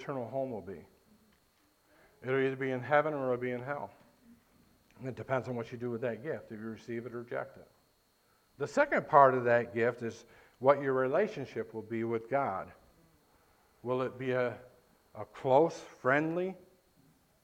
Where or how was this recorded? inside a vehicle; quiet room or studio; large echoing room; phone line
large echoing room